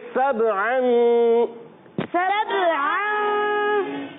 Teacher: اور با حروف قلقلہ ہے، حروف قلقلہ با حروف قلقلہ میں سے ہے، با ساکن ہے اور اس میں قلقلہ کریں گے، آواز لوٹتی ہوئی آئے گی